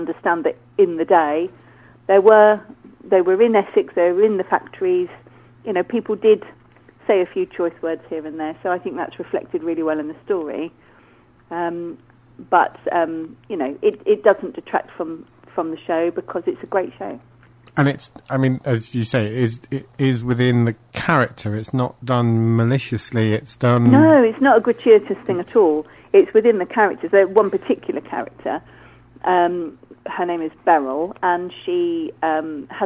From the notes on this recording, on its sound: joined on the phone